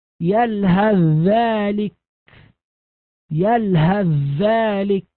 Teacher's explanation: أدغمت الثاء الساكنة في الذال، الثاء تتحول إلى ذال، يصبح النطق بذال مشددة · Term: إدغام كامل